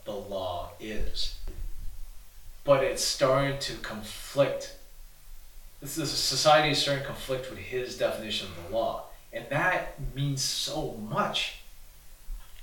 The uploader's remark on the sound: we had audio issues.